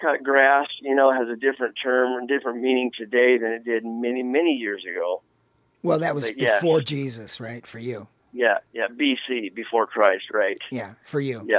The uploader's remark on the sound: on the phone as they are in their “natural habitat”